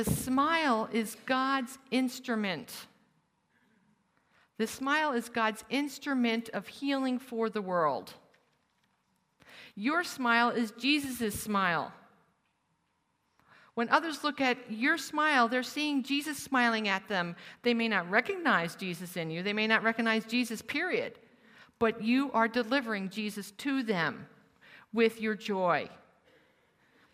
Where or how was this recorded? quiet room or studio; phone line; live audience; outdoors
live audience